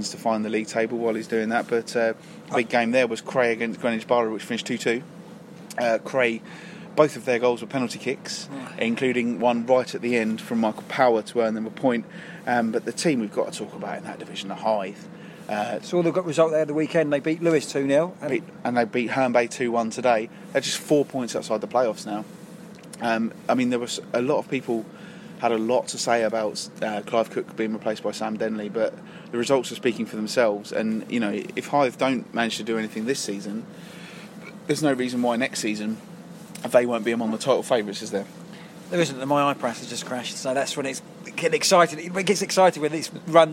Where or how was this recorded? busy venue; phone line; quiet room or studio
busy venue